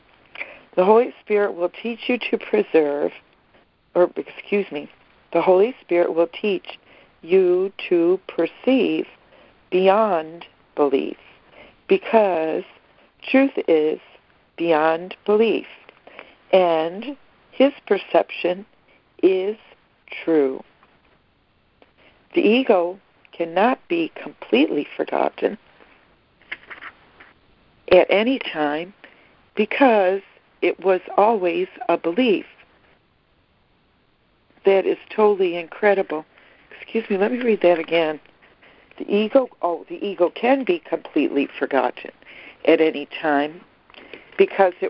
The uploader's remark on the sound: ACIM Daily Conference Call